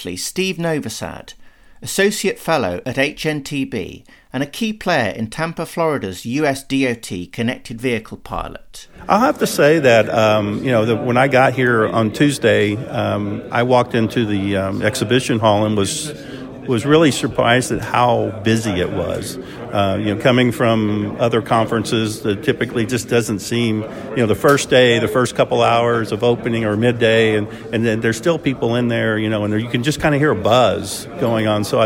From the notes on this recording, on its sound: Recorded at ITS Europe in Lisbon